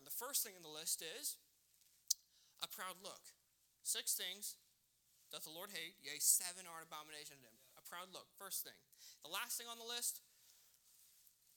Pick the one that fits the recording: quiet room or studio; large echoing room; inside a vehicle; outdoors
large echoing room